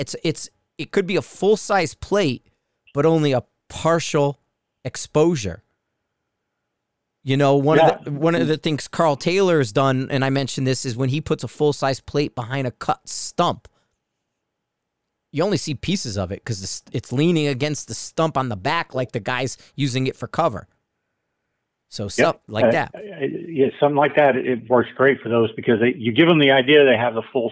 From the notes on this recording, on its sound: on the phone